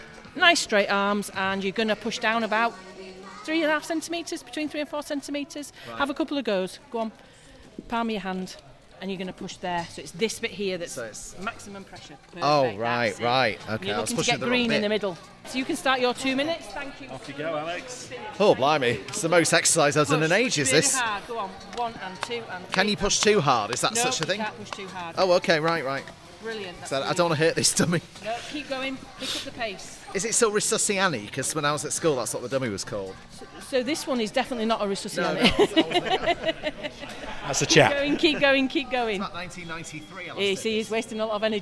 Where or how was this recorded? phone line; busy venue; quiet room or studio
busy venue